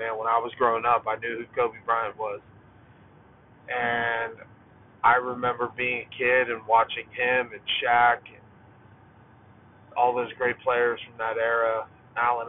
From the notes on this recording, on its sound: This episode was recorded in my car while driving so I apologize about the audio.